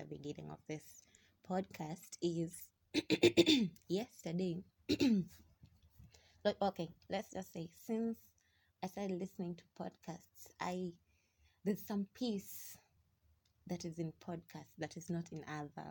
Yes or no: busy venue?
no